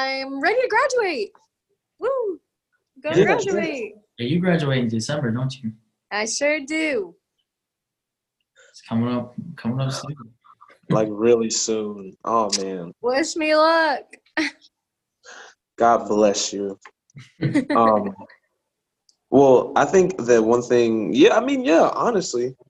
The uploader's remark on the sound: as they talk through a zoom call